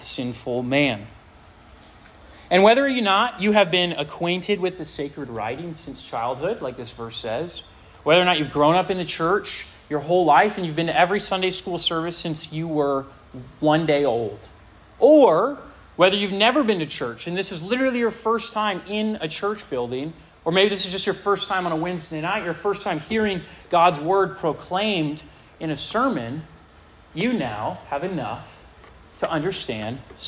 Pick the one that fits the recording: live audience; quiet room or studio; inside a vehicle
live audience